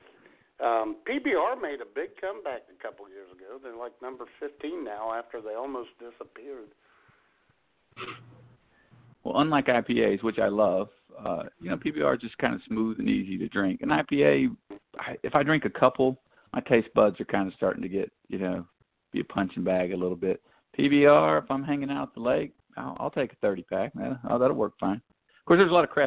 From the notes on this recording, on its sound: your phone calls